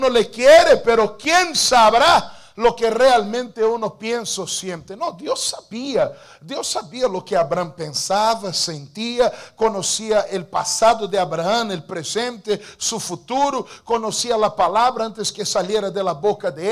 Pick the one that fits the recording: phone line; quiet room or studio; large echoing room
large echoing room